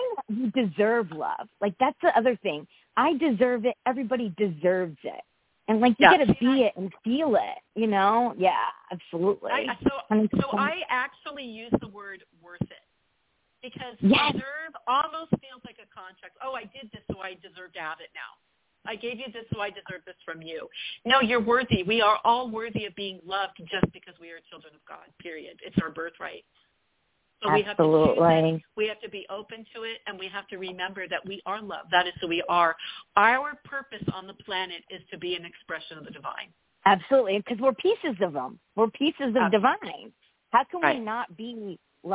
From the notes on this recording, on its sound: WE ARE TAKING YOUR CALLS LIVE In the 2nd half of the show!